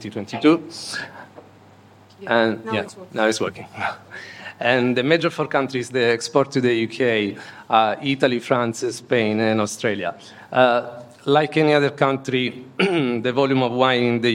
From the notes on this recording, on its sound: We present the session recordings from the wine2wine Business Forum 2023. Recorded during the Forum held in Verona in November 2023.